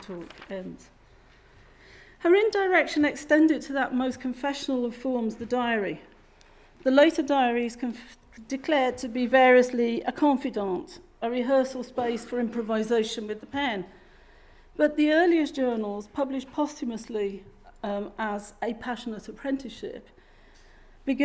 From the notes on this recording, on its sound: This podcast was recorded as part of a public symposium on 'Literary Minds' organised by Durham University's Hearing the Voice project.